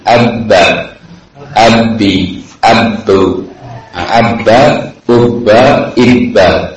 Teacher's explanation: Kalau kita mau menemukan dari mana tempatnya ba itu, maka sukunkanlah ba kemudian dahului dengan hamzah wasal ab, atau ib, ub, atau ditasydid hurufnya abba, abbi, abbu, abba, ubba, ibba. Nah, sehingga ditemukan bahwasanya makhraj ba itu keluarnya dari dua bibir.